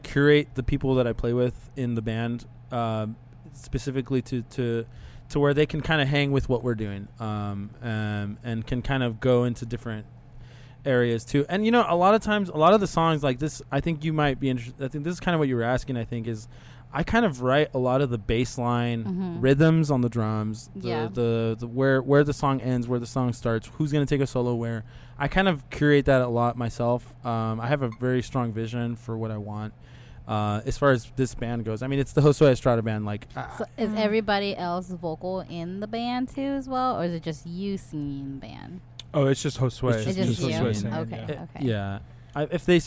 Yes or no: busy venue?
yes